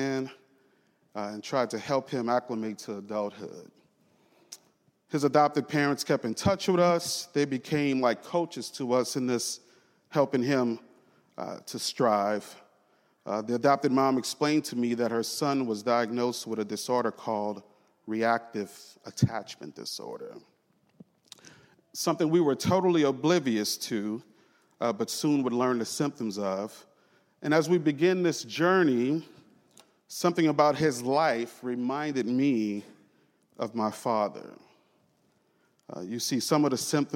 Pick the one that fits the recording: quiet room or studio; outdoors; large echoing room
large echoing room